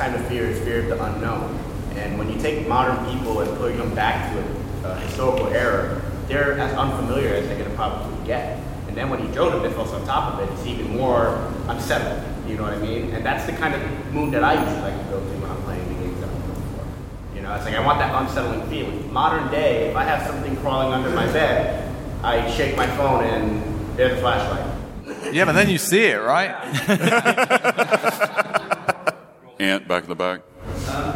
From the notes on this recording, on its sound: We’re coming to you live from Necronomicon 2019. This was recorded a few weeks ago, but it was a live event at the time.